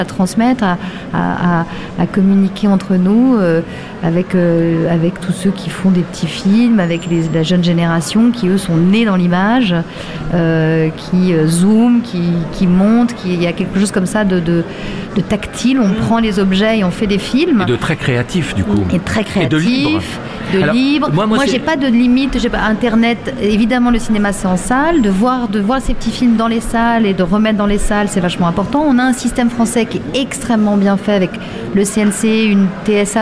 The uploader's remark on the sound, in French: LE GRAND LIVE SPECIAL FETE DU COURT METRAGE #2 – EN DIRECT DU CARREAU DU TEMPLE.